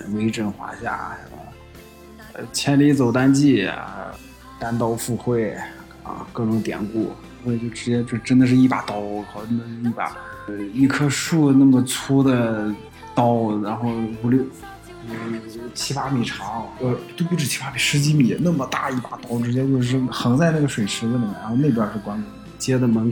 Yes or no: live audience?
no